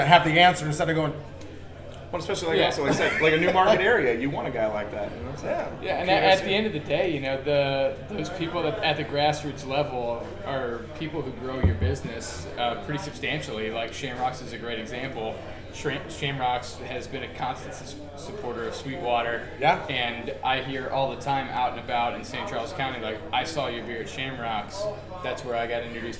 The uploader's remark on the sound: LIVE and direct from Shamrocks!